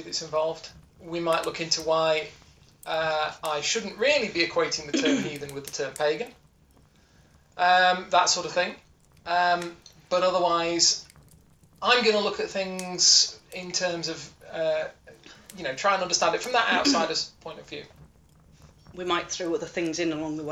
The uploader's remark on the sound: Background campfire ambience assembled using samples and mixing tool. If you’ve listened to any later episodes you’ll notice the campfire ambience sound effect is louder in this one.